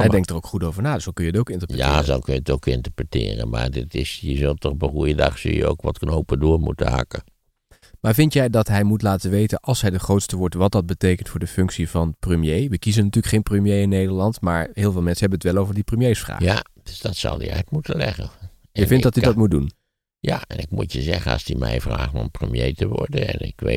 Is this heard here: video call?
no